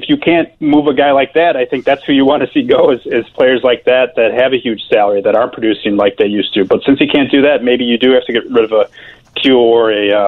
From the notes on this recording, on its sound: joins us on the phone